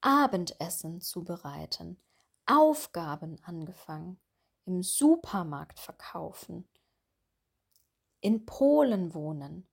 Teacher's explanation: Wir betonen hier immer das Nomen · Term: Satzakzent